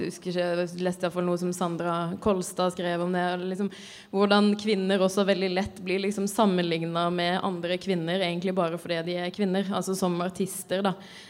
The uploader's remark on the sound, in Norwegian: Utesending fra Novafest. Vi er live fra Chateau Neuf i anledning Radio Novas helt egne festival: Novafest! Som seg hør og bør tar vi derfor med oss litt ekstra skurr og sus i denne podcasten.